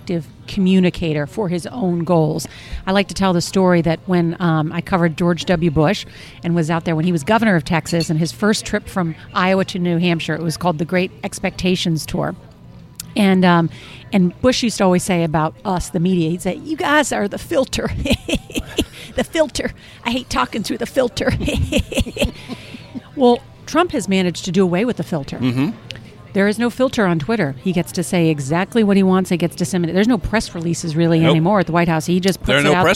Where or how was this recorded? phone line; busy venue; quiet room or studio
busy venue